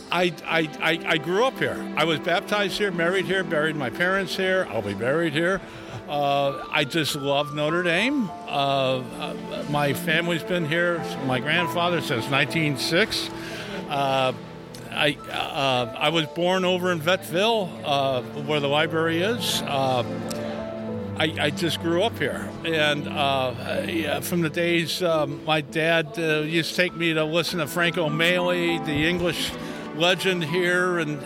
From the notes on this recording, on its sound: We take you behind the scenes to explore the sounds of the 178th Commencement Exercises: from the preparations to the ceremony to the celebration after.